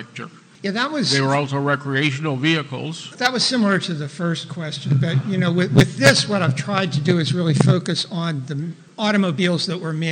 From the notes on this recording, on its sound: was recorded in front of a live studio audience